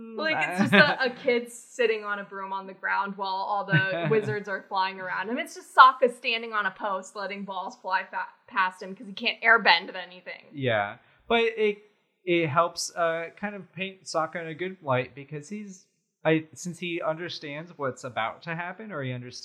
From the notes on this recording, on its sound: Sorry about the echo-y audio! We are still figuring out our set up so bear with us.